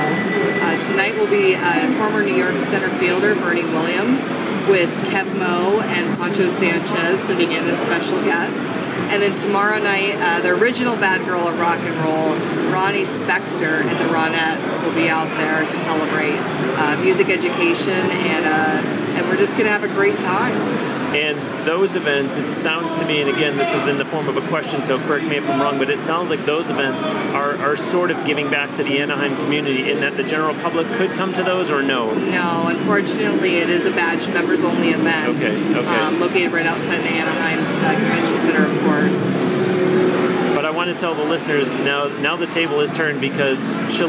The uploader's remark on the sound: during the Winter 2017 NAMM show in California.